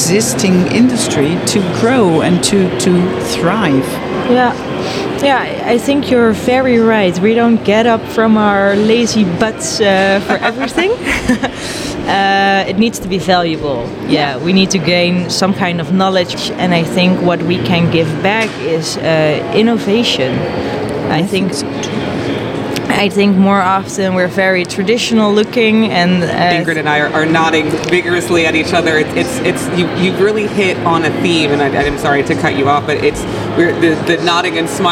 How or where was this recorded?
busy venue